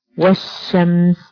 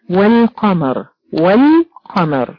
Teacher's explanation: هتلاقي اللام بتاعت الشمس مش موجودة، ما تنطقيهاش · Shown in: first take · لا تنطقيها، والشمس، تخش ان لو عشرين على طول. · Term: لام شمسية